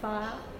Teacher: the second element of the diphthong can be lost and just be fire, mm-hmm. · Term: smoothing